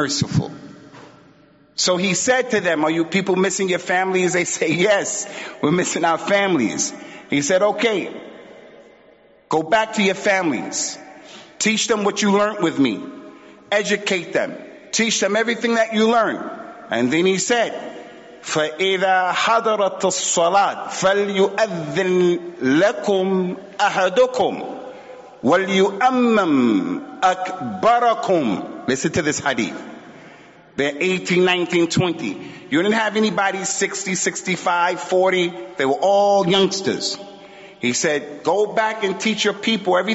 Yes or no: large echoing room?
yes